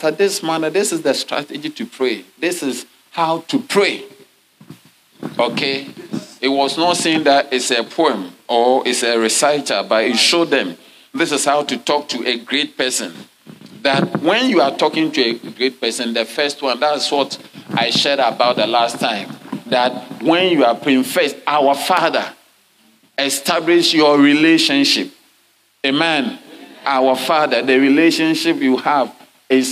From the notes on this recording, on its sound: Sermon delivered on Sunday, November 12, 2023, at LCI Mega-Church in Cape Town, South Africa.